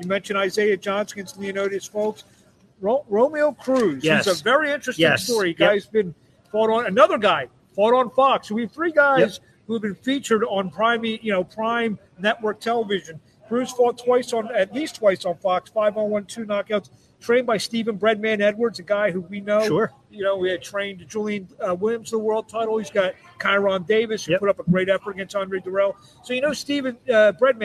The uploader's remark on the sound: Live from 2300 Arena--RDR Promotions Fight Night Preview.